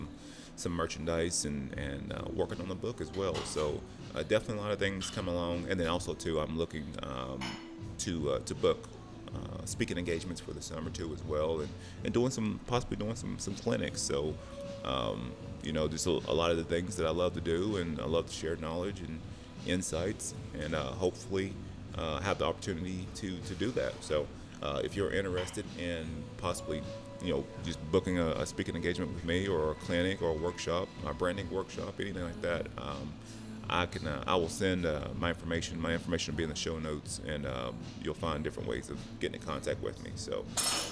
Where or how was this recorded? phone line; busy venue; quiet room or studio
busy venue